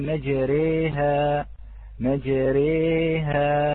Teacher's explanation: هي الألف التي نقربها إلى الياء · Term: الألف الممالة